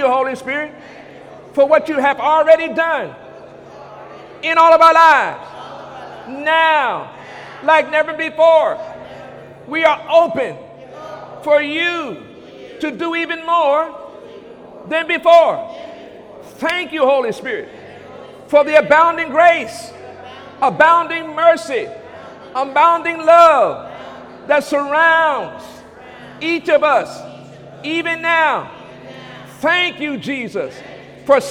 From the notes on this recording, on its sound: During Sunday morning service on May 21, 2017